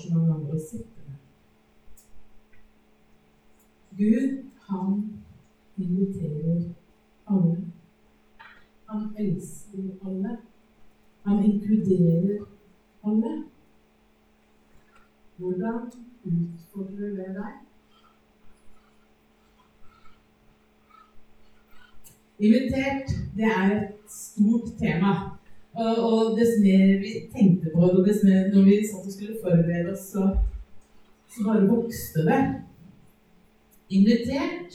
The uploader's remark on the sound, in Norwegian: Beklager, dårlig lydkvalitet.